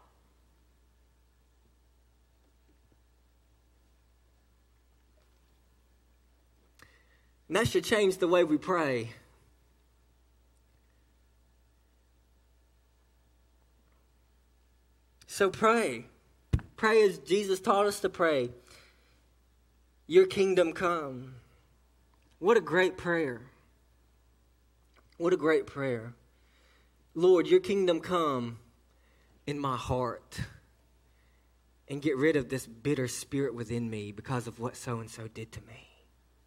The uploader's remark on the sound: A message delivered to Cottondale Baptist Church in Eastman, GA.